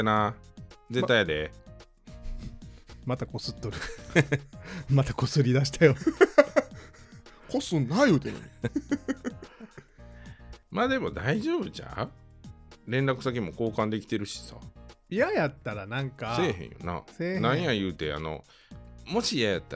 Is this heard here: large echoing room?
no